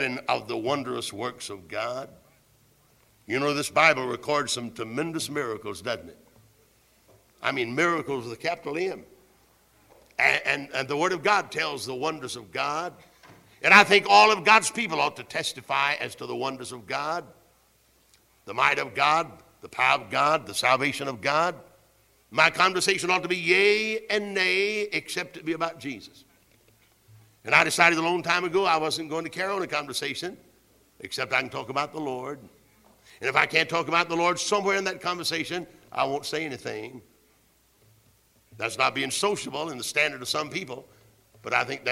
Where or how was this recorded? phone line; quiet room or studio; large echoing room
large echoing room